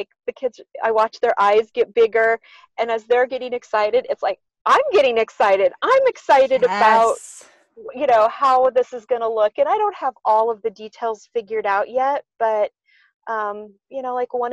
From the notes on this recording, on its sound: She and her family had decided that since they were all working remotely to take a little road trip. Talk to her as they were traveling but we do get to hear a little bit of her trip in the background.